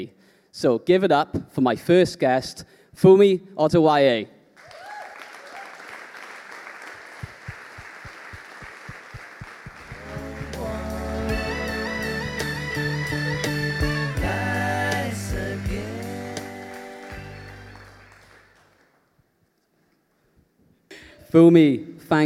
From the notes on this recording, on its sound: This episode was recorded as part of the Disability Sport Wales Disabled Young Leaders in Sport Inspiring Connections Event, that took place at the iconic Tramshed Cardiff.